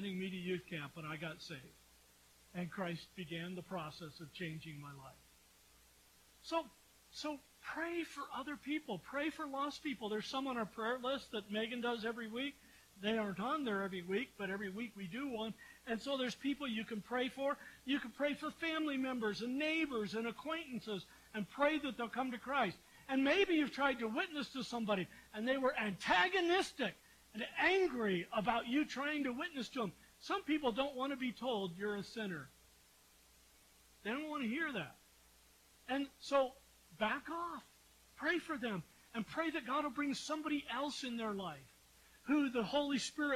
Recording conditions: uneven or low level